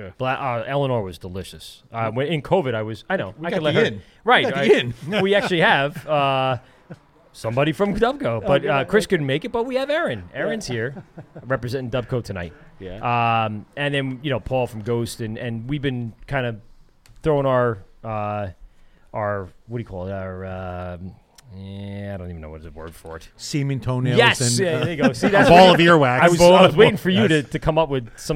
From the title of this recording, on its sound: LIVE at Hopsscotch Bottle Shop